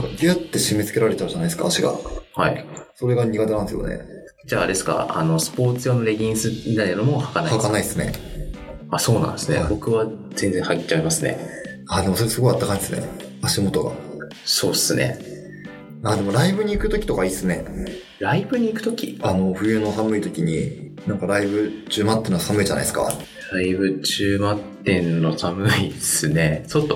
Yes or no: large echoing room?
no